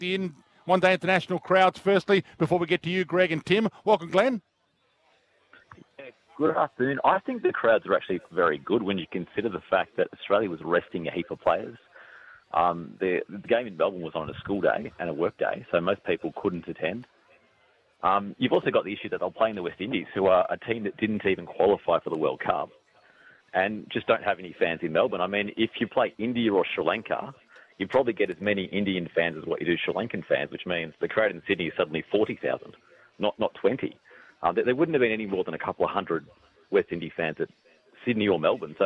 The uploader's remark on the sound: Live from the Sandy Links Golf Club! Live at the course.